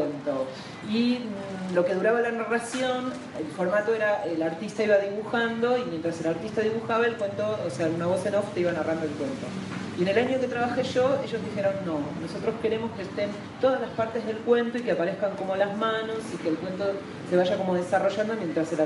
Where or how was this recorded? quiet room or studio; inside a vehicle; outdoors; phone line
outdoors